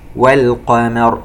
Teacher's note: نفخم القاف ونرقق الميم مباشرة